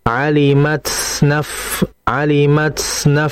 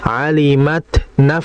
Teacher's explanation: Ta itu kan sifatnya hames, dan hamesnya dia itu syiddah, terputus. · Shown in: second take · Jadi jangan kita seakan-akan mengalirkan ta hamesnya.